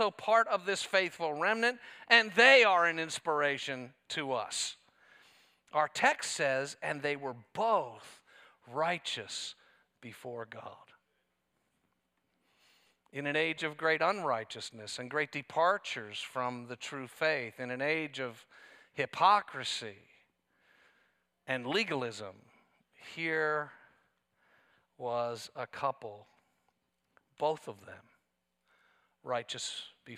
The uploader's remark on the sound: This sermon was preached at Covenant Fellowship Church on November 19, 2023.